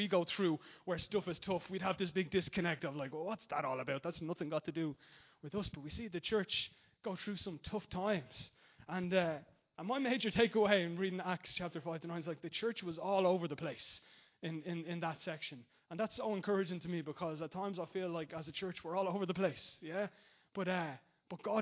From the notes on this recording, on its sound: Recorded live at Liberty Church on 17th February 2020